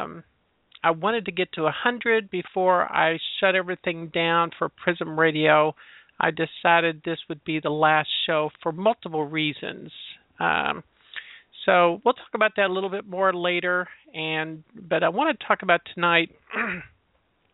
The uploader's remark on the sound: We will be taking live callers as well.